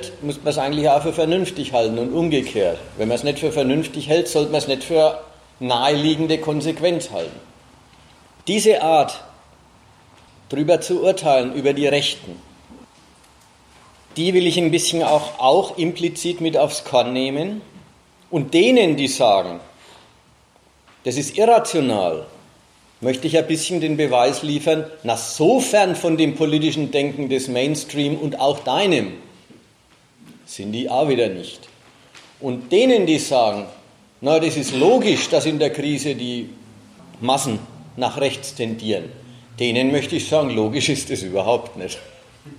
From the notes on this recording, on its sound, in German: Mitschnitt eines Vortrages.